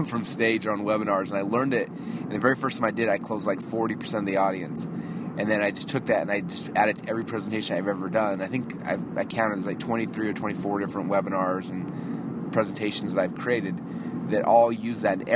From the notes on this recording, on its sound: I am actually driving home from the airport right now.